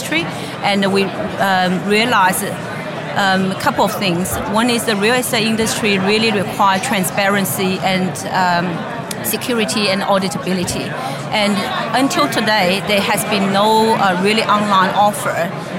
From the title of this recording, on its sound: Live From The Crypto Invest Summit West 2018